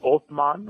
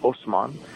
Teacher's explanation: originally in Arabic, it's Othman, which is with a TH sound. But Turkish people can't pronounce TH, so they say S instead. So his name was Osman.